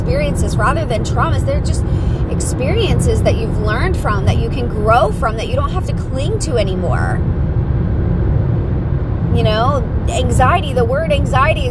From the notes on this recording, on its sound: Pep talk in the car.